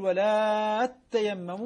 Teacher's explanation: البزي يقرأ بإدغام التاءين فتصبح تاء مشددة إذا وصلت بما قبلها. بما قبلها طبعا حالة الوصل.